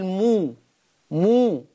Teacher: والمقصود بالصلة أن توصل ميم الجمع بواو لفظية هكذا. أقول مو مو، دي واو بعملها بعد الميم، مو مو ميم.